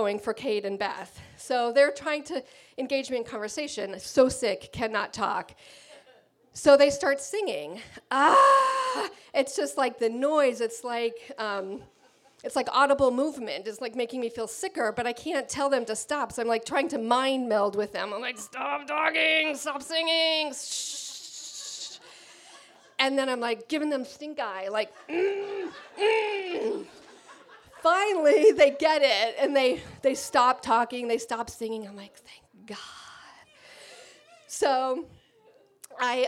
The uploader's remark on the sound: This track was recorded in front of a live audience in Provincetown, Massachusetts on June 4th, 2017. As a benefit for the annual Swim for Life.